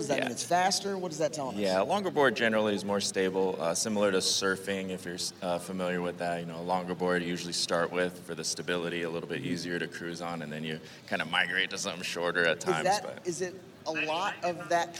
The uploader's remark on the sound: LIVE from LONG BEACH